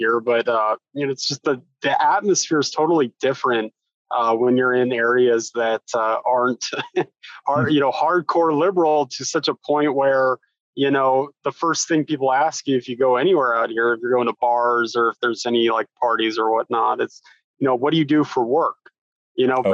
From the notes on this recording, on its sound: sits down over Zoom